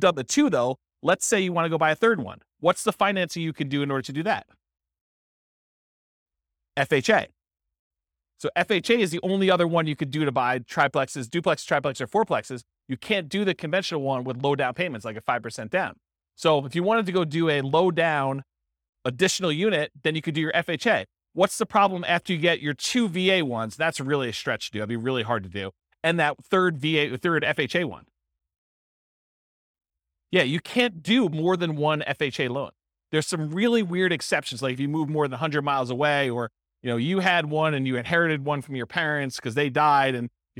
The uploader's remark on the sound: This was a live class recorded